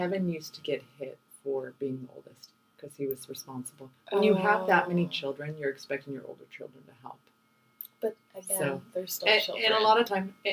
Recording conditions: poor sound quality